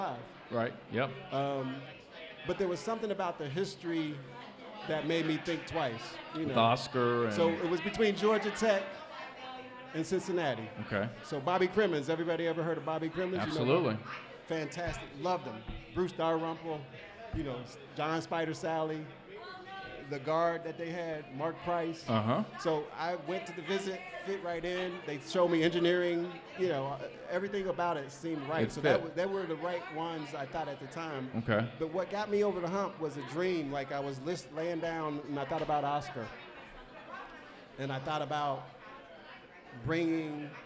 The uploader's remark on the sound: LIVE at Mio's